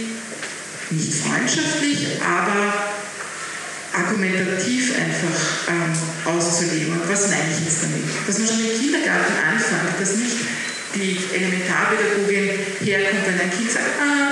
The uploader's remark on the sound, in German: Talking Red Live: Bildungsgipfel. Bitte entschuldigt die nicht ganz optimale Tonqualität unserer Live-Aufzeichnung.